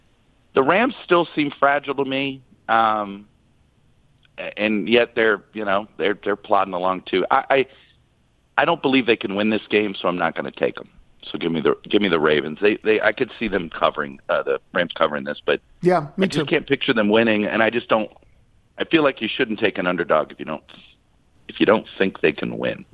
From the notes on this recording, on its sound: Phones in to give his thoughts on the four teams in the college football playoffs.